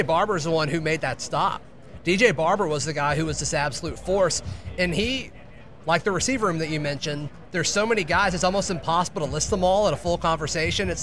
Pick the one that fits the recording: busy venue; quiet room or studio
busy venue